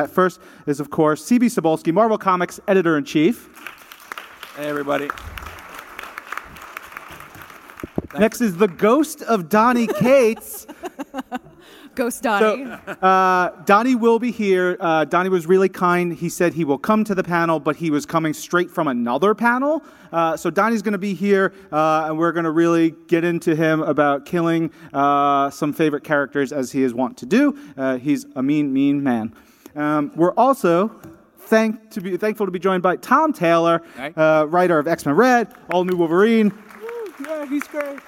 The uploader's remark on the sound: Live at San Diego Comic-Con 2018